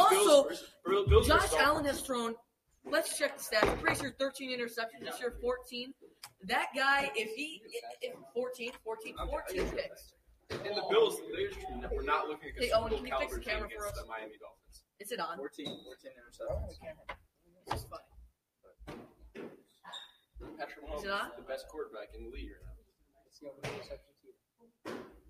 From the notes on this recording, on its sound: includes some background noise